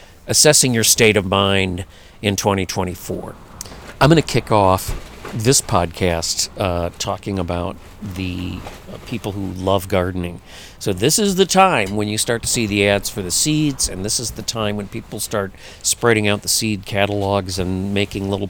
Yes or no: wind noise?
yes